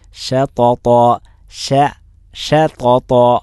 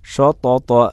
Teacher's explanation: ഷീനിന് തഫ്ഹീമില്ല, തോഇന് മാത്രമേ തഫ്ഹീം ഉള്ളൂ · Shown in: first take · ഷീന് മുസ്തഫിലായ അക്ഷരമാണ്, തോ ഇസ്തിഇലാഇൻ്റെ അക്ഷരമാണ്.